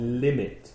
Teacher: One T, not doubled, because limit, the stress is on li, the first syllable.